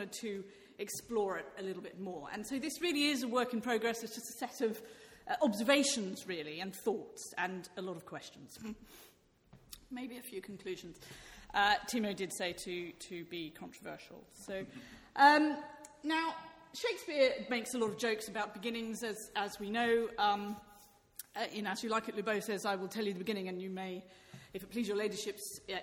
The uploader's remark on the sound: This talk was part of a one-day conference 'Shakespearean Thresholds' organised by KiSSiT (Kingston Shakespeare Seminar in Theory) held at the Rose Theatre, Kingston on April 2, 2016.